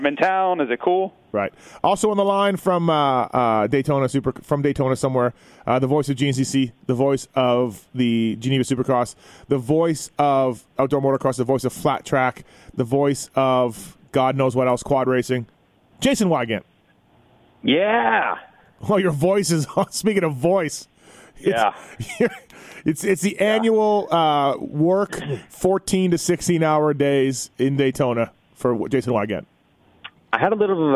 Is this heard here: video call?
no